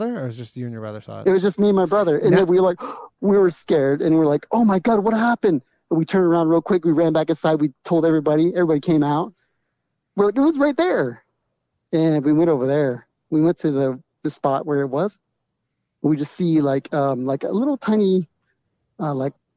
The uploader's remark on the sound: The bad advice question/call in show.